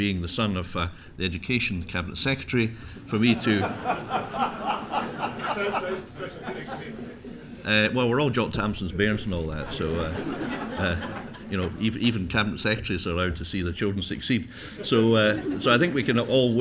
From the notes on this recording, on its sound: National Economic Forum, 19 June 2013 - Part 1 (09:00-10:00am). Followed by a Q&A session.